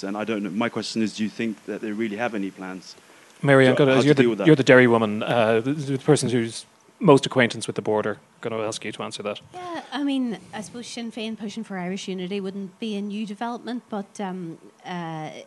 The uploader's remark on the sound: Live at the Dublin Podcast Festival. In front of a live audience at The Workman's Club in Dublin.